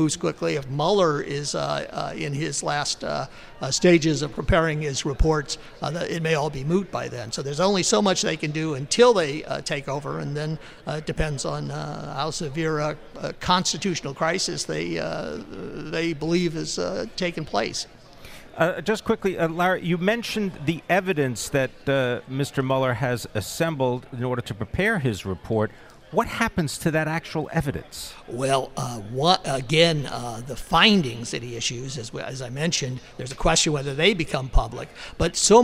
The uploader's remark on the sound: Broadcasting live from Commonwealth Financial Network’s National Conference 2018 in Austin, Texas.